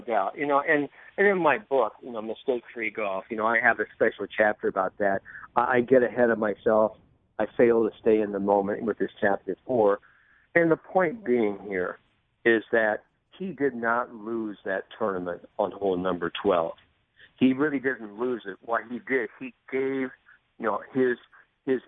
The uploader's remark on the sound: on the phone for the second segment of the show